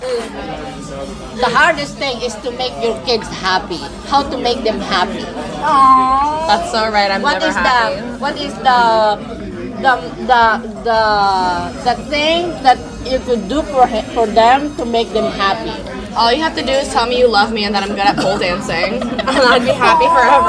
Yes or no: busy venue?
yes